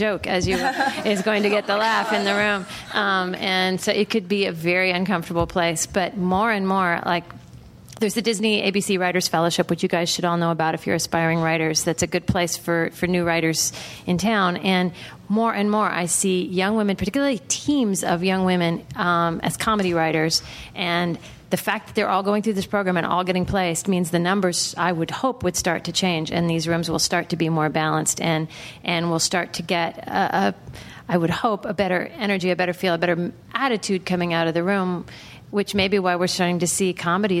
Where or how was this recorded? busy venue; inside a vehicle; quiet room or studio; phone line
busy venue